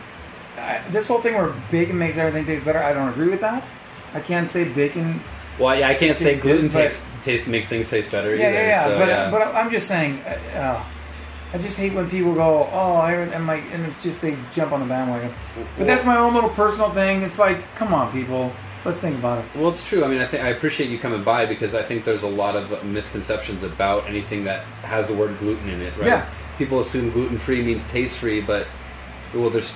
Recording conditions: busy venue